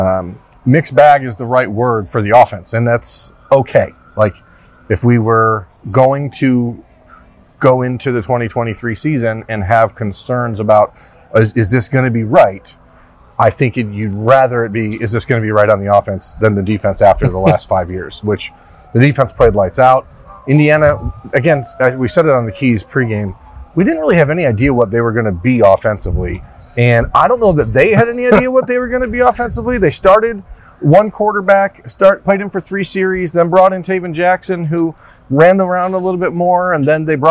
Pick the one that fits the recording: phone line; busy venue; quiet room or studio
busy venue